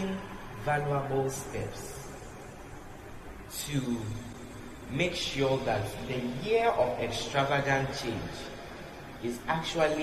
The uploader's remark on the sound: Preached at The Love Arena Experience Service, LIVE at the Love Arena Church, Accra - Ghana